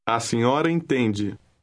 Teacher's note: although you're saying A senhora, the initial A is pronounced very lightly